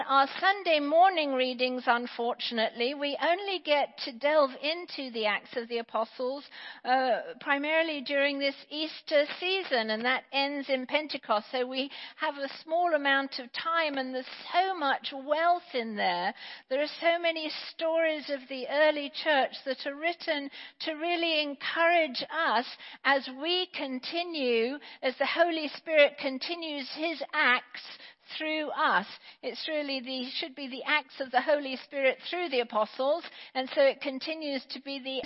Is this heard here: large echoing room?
yes